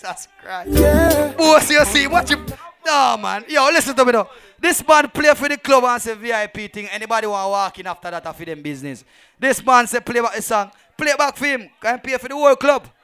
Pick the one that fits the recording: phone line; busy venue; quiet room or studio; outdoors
busy venue